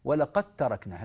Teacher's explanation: أدغم الدال في التاء تماما ويكون النطق بتاء فقط. ولقد قد انتقلت من قف إلى تاء على طول، لا يوجد أثر للدال أبدا، لا يظهر أثرها إلا عند الوقف عليها، لو قلت ولقد ووقفت خلاص تعود الدال ظاهرة كما هي، لكن وصلت ولقد تركناها، لأن هذا أسهل. · Term: إدغام متجانسين صغير